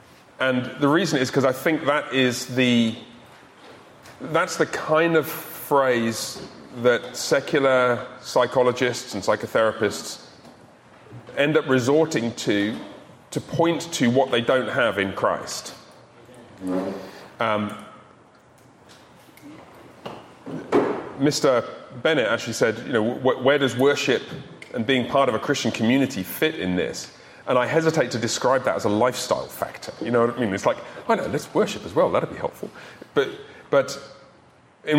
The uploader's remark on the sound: In this recording of the recent Men’s Discipleship Breakfast